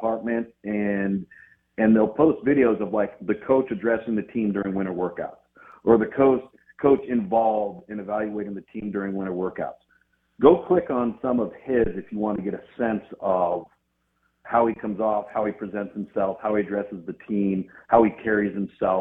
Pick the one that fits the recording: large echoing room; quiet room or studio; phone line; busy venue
phone line